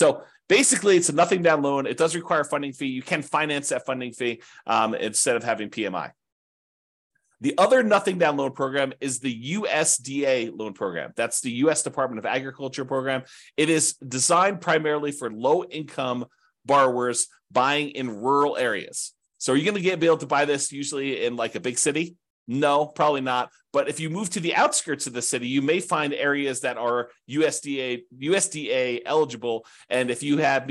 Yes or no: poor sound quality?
no